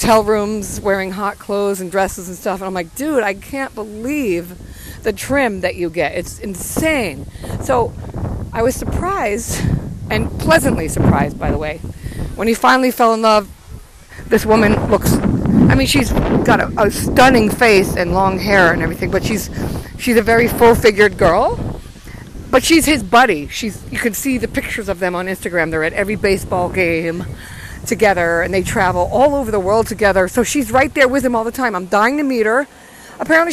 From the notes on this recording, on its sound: Casual chat while I’m out walking around the playground